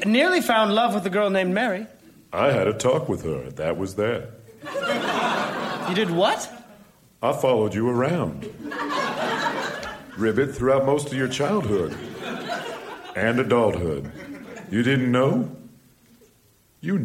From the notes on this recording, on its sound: Recorded Live 2/1/2014 at Largo, Los Angeles.